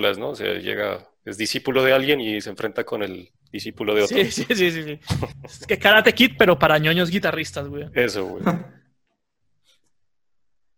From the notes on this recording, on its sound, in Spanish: Episodio grabado el 16 de mayo de 2020 en línea, desde Bogotá - Colombia y Gante - Bélgica.